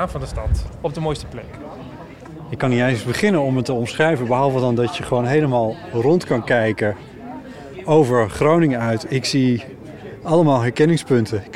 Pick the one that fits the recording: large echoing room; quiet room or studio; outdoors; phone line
outdoors